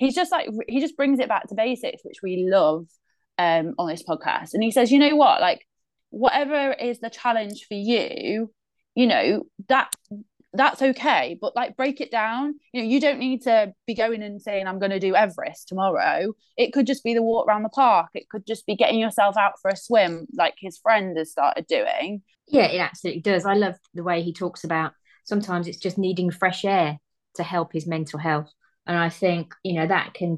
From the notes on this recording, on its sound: Boot up the old Zoom for their first remote episode.